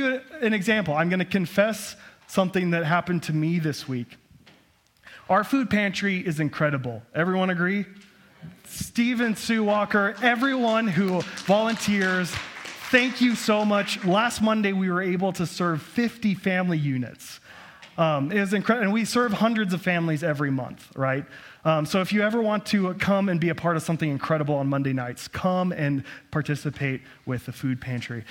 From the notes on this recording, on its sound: At Cathedral of the Rockies Amity Campus.